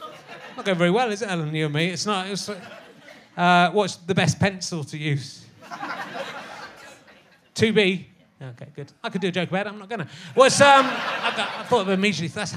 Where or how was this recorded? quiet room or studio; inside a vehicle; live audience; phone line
live audience